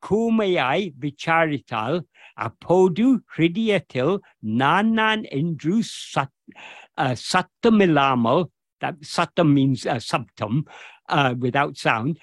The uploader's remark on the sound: In a Zoom meeting with Ramana Kendra, Delhi, on 9th July 2023.